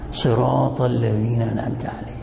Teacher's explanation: إذن هذا الإبدال قلنا لمعنى الطاء أو لمجاورة الطاء، والراء حرف مفتوح مجهور مفخم